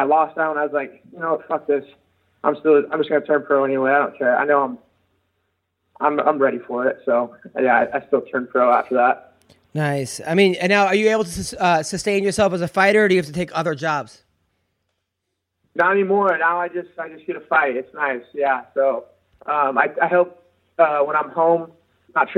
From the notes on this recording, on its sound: Joined in studio. Call.